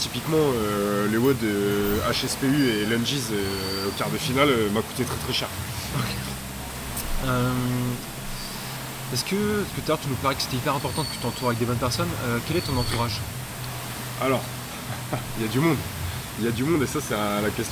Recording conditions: sounds in the background